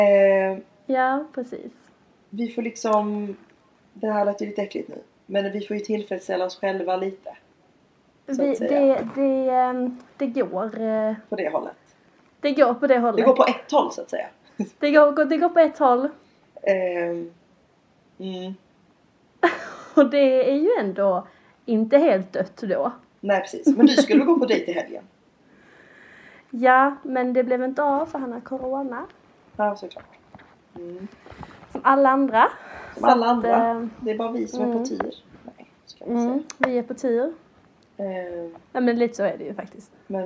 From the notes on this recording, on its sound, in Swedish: Ett flummigt pilotavsnitt med den fattigaste ljudutrustningen man kan hitta.